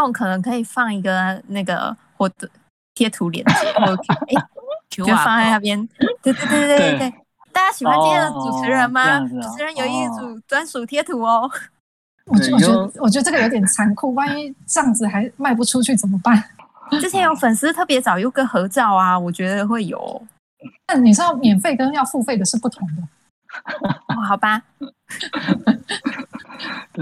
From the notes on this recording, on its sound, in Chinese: 因疫情影響，本集藉由遠端通訊軟體錄製而成，錄音品質稍有影響，還請見諒。